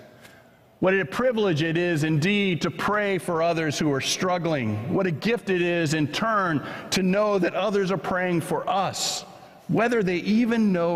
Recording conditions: large echoing room